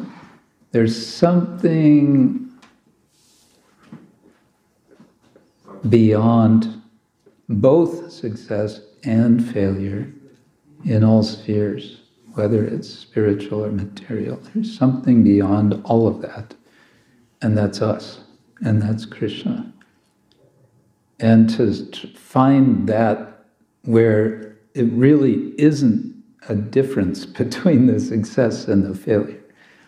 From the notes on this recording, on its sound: Friday evening lecture from ISKCON Zagreb